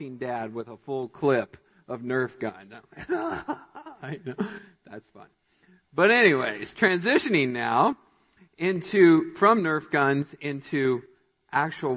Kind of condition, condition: setting, large echoing room